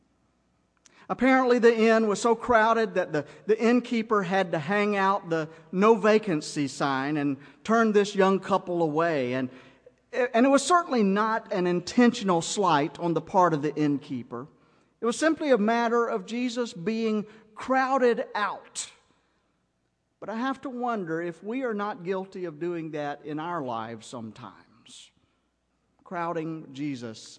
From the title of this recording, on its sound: Christmas Eve Service 2009 - Audio